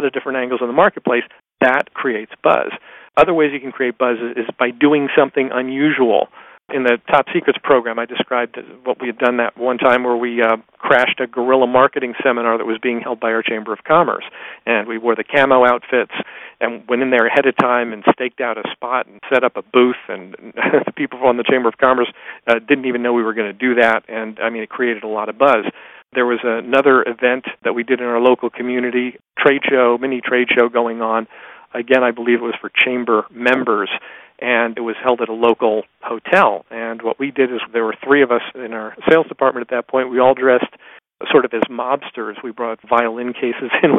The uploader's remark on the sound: Excerpt from a live Top Secrets teleconference.